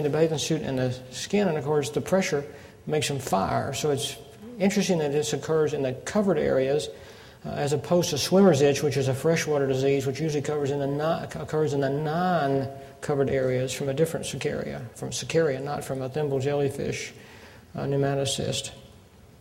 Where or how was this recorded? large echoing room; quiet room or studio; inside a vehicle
large echoing room